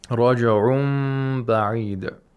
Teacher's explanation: We have iqlab of noon sakina here, where the tanween, the nun sakin of the tanween, is pronounced like a mim that has ikhfa.